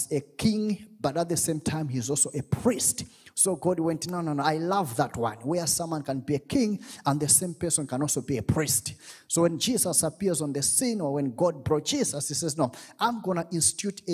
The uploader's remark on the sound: This teaching was extracted from our Live Church Service